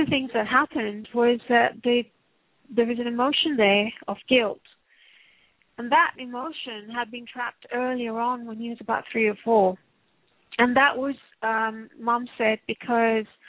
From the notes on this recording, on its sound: Takes your calls for healing live today!